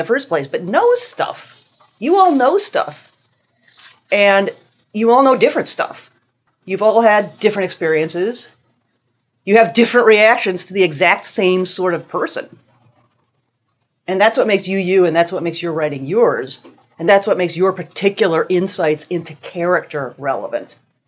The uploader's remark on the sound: Part one of an excerpt from the lecture. At Odyssey in the summer of 2014.